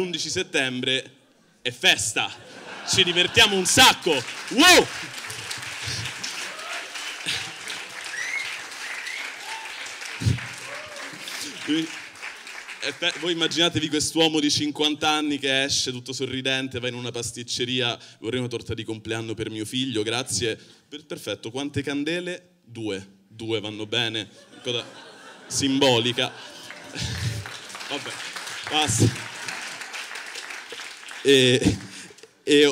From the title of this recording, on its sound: Open Mic Tour - Palermo - Comedy Central